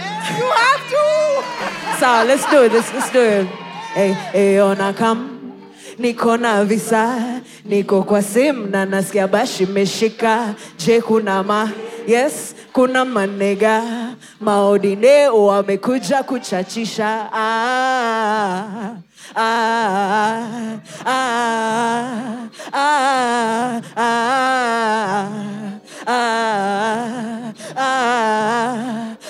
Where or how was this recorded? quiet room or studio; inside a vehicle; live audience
live audience